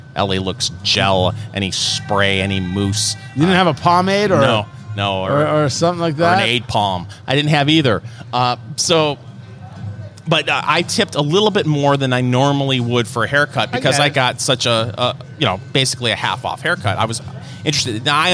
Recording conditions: busy venue